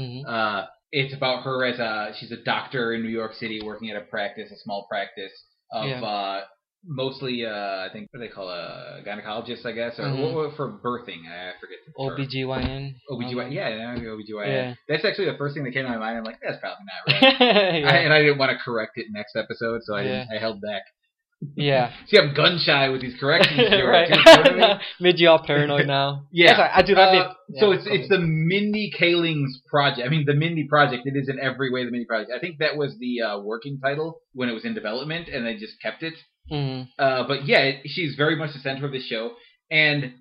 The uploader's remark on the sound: Apologies for the quality of the audio this episode. Trying to break in this new mic.